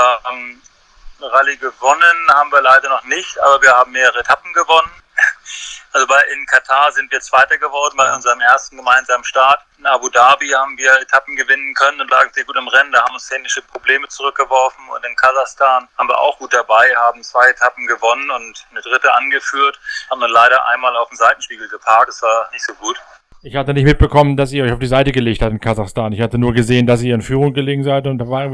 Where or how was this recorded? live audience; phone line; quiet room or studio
phone line